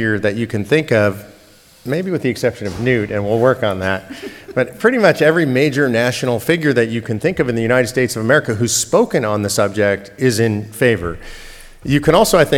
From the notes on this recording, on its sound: in front of a packed room of state legislators at a 2021 conference in San Diego